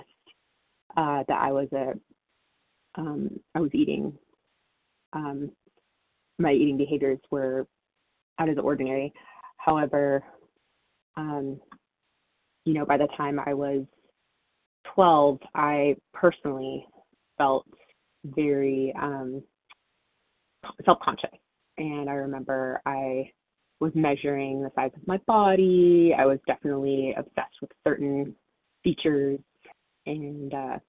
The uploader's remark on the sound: 100 Pounders Phone Meeting